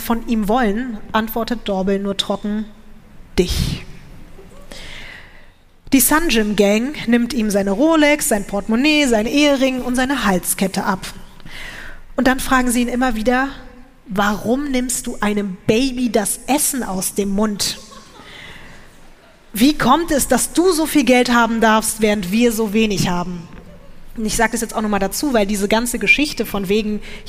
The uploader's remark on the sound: LIVE in Düsseldorf